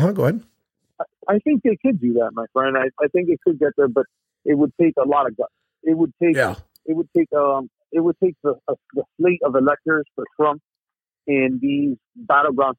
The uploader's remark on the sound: In this episode we bring in our first guest call.